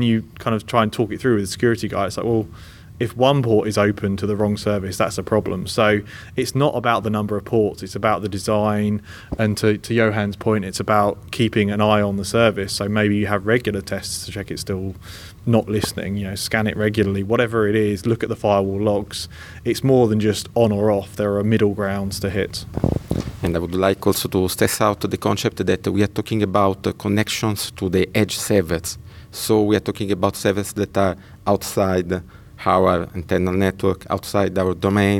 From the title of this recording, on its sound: Live from Modern Workplace Summit and Skype Days in Oslo